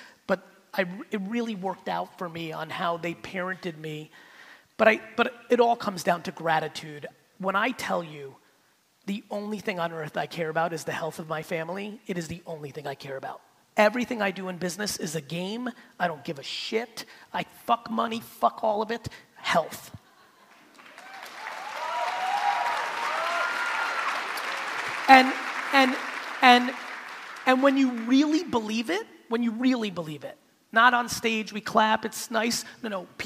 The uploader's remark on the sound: I went to San Diego to give a keynote to an audience full of real estate agents